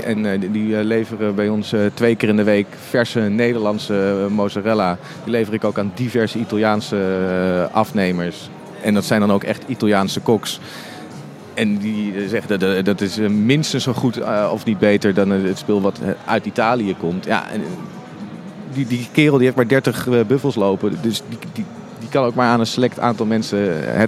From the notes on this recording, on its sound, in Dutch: live vanaf de Horecava